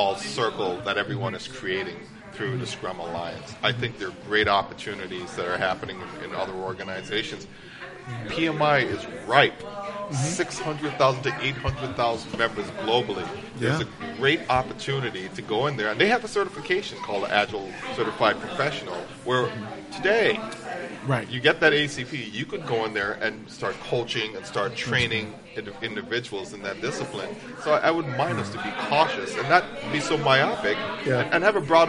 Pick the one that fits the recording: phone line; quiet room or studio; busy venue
busy venue